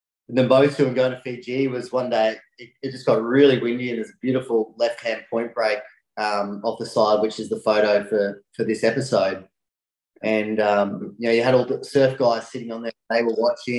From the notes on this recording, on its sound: Recorded live on Zoom. The audio is not studio quality.